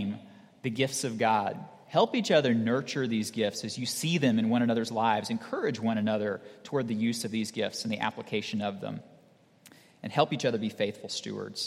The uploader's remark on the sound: at Redeemer Presbyterian Church in Charleston, SC